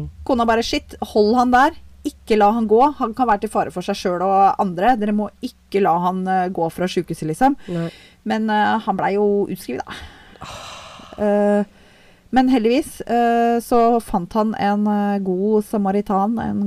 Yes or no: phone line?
no